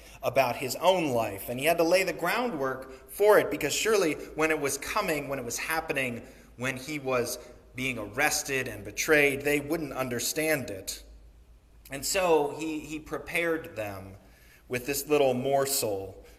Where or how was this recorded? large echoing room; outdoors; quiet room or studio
large echoing room